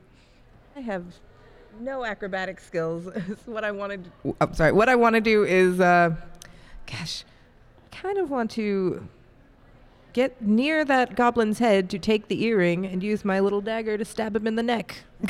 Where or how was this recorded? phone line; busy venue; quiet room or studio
busy venue